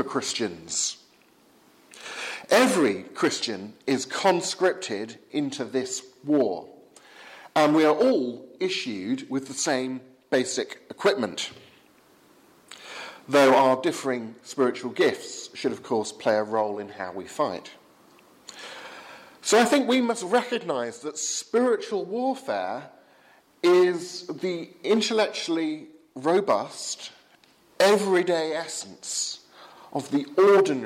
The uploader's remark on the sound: from the 8 am service at Highgfield Church Southampton, Sunday 16th October 2016.